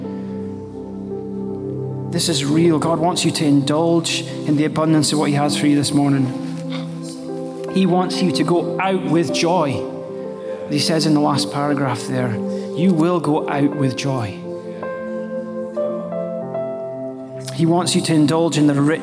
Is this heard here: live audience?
yes